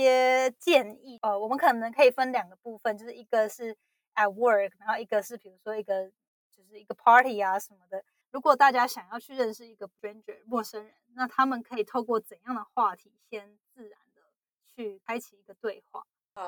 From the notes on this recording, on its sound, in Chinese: 這次的錄音音質比較不好並且聲音較小，後製也無法修正